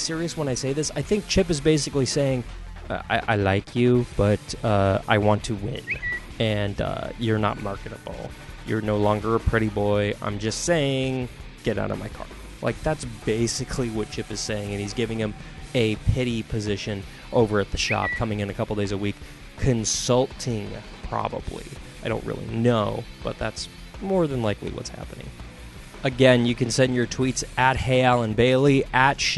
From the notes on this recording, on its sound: LIVE from NASCAR Playoff Media Day 2018 at the South Point Hotel in Las Vegas, NV.